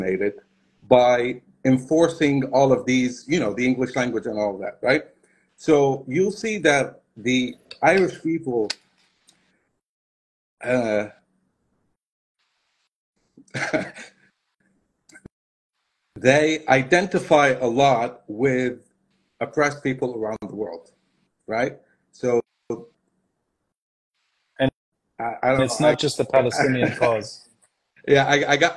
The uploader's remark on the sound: Apologies for the audio quality